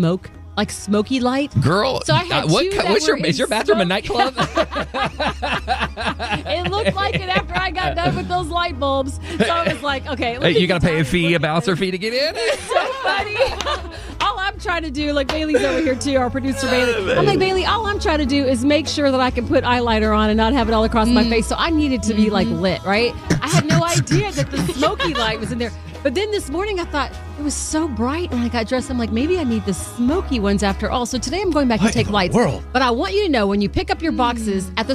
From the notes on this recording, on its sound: Jam Sessions In The Car.